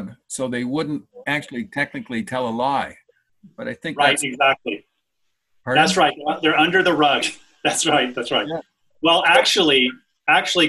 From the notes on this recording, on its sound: This talk was recorded over Zoom and includes the Q&A afterwards. L'Abri Fellowship.